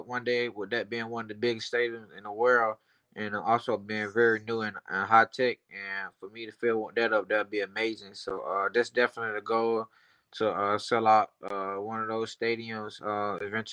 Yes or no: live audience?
no